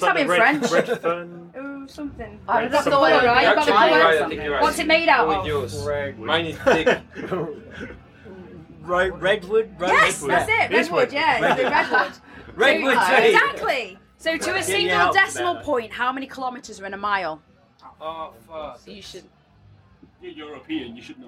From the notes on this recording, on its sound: Fresh from the stage at Eleven, they gave me the nod to join them in their dressing room which was situated just behind the stage.